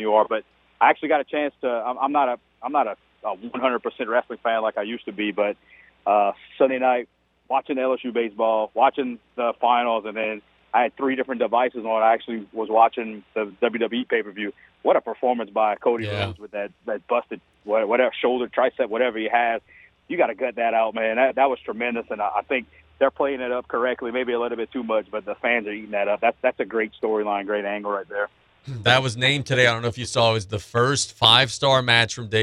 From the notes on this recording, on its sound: we also go to the phone lines for several quality call-in guests